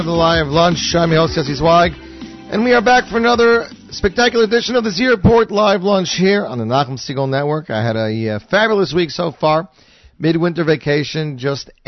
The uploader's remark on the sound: Will phone in to talk to us about his latest release.